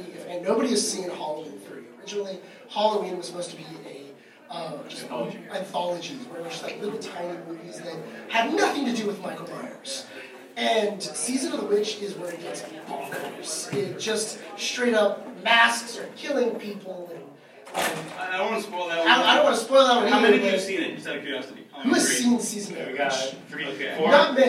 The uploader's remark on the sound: The Waffle Press Podcast held our first ever panel at LA Comic Con.